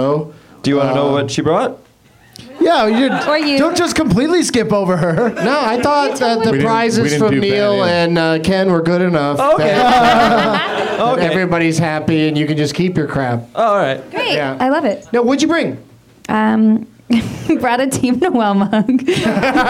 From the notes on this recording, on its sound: Live from the UCB Franklin